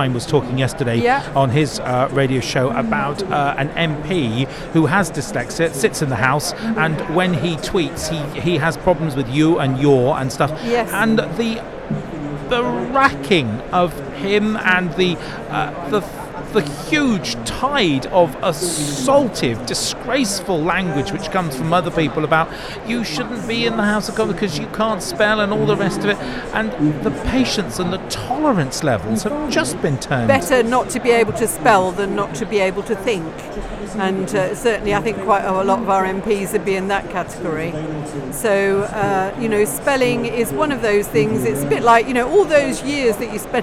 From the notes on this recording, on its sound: Our first NetSupport Radio LIVE show from stand NL44 at BETT2020.